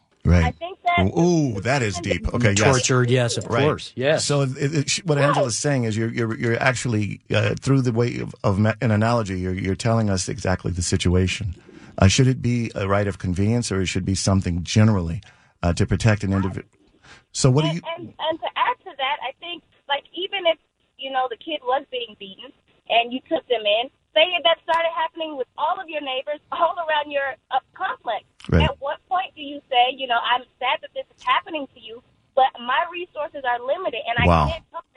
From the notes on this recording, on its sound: listeners call in and voice their opinion today on A Nation divided Radio